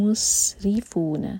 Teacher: ادغام غنہ کے ساتھ یرملون میں سے میم ہے قوم مسرفون جب ہم مسرفون پڑھیں تو میم دومہ کے لیے ہمارے ہوٹ گول ہوں گے لیکن جب سین پر پہنچیں تو ہوٹ گول نہیں رہنے چاہیے فلیٹ ہو جانے چاہیے مس اور سین پر وسل والا ساؤنڈ سیٹی کی آواز مسرفون